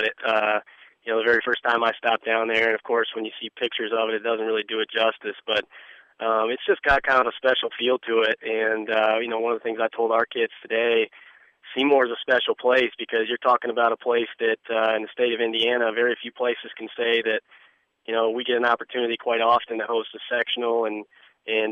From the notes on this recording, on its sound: talks by telephone